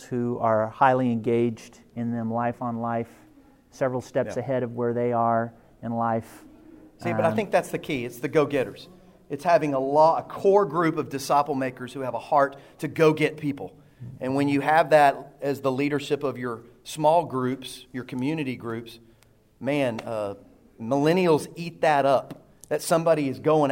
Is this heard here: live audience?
yes